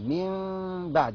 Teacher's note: هنقلب النون ميم بس بدون كز شفتين من بعد نطبق بدون كز الا من بعد ان ياذن الله · Term: اقلاب